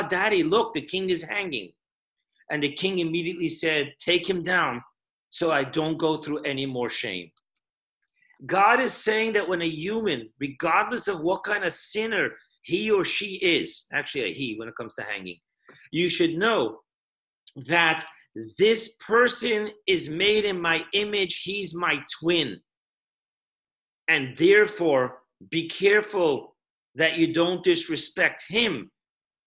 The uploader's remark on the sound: Zoom Parsha Class